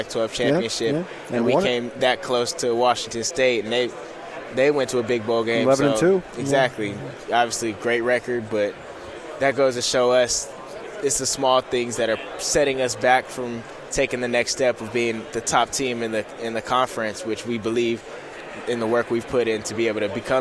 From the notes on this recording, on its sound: live from Pac-12 Media Day